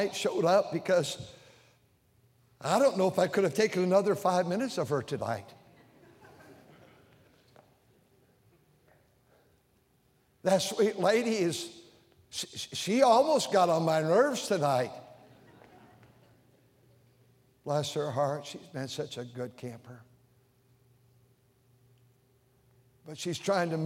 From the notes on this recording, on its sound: during the Sunday Evening service on April 9, 2023, at North Valley Baptist Church in Santa Clara, California